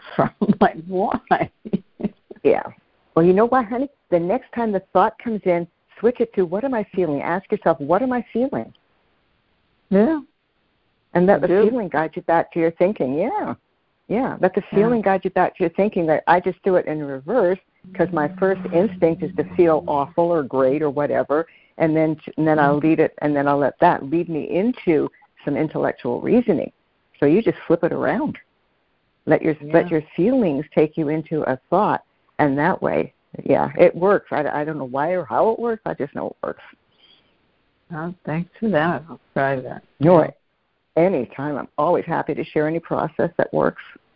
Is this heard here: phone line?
yes